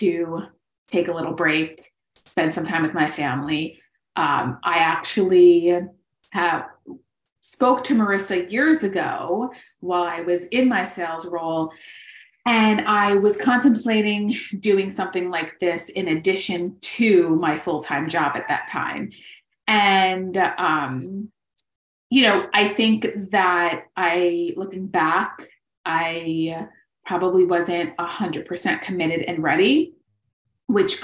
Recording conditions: video call